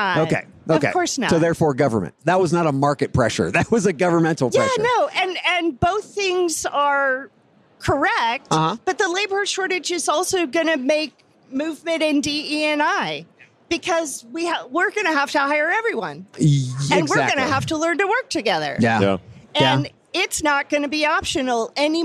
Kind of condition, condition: setting, busy venue